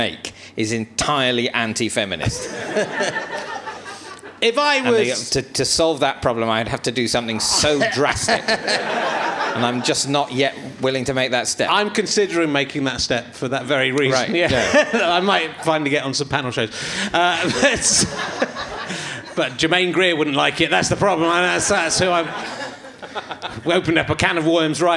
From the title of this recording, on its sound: Leicester Square Theatre Podcast